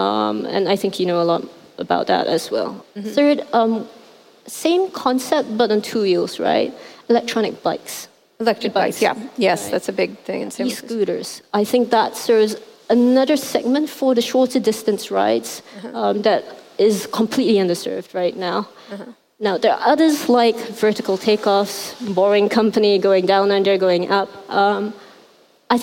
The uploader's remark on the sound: at the 2018 Rise conference in Hong Kong